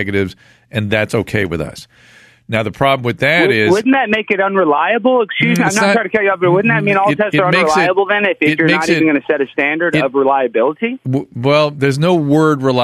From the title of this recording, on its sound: Listener Phone Calls